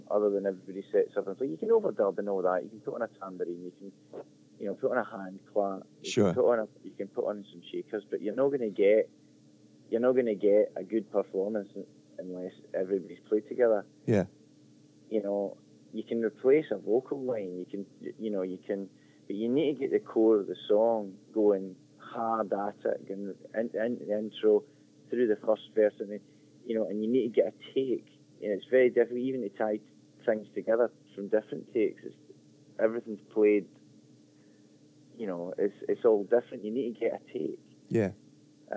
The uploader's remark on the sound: phone interview